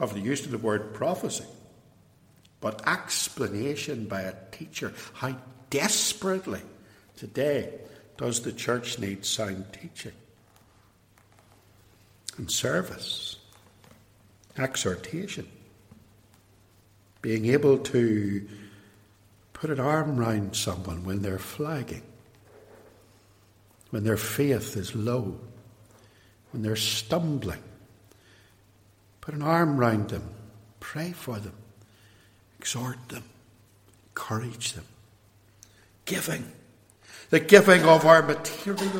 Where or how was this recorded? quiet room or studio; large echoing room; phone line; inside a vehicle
large echoing room